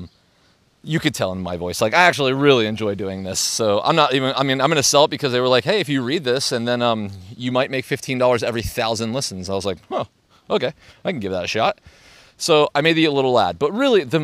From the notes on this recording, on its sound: Today’s episode was recorded in Central Park. NYC.